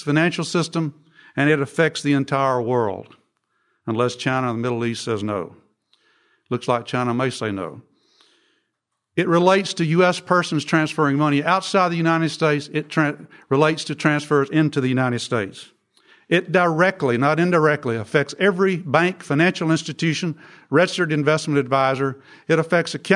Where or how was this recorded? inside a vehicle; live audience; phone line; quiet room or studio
live audience